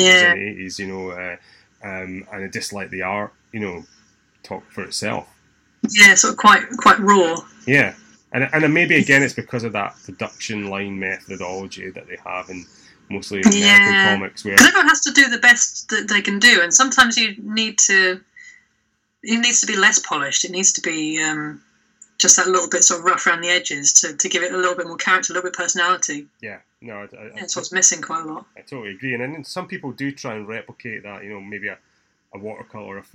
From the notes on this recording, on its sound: Apologies for the sound, as we had a few technical issues on the day